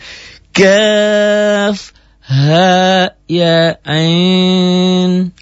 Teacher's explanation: Karena ain ujungnya nun mati. Nun mati ketemu sad jadi ikhfa.